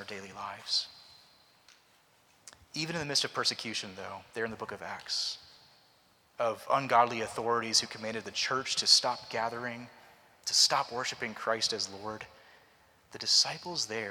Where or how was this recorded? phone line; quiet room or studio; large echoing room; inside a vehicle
large echoing room